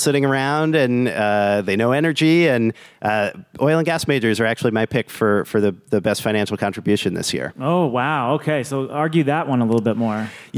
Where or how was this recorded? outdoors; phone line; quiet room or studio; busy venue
busy venue